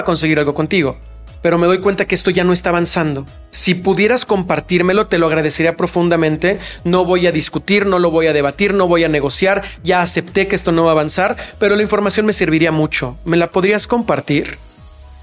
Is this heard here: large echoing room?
no